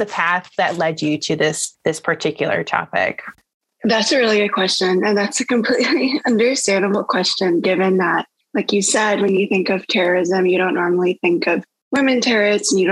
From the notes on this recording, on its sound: This episode was recorded on December 2021 via Zoom.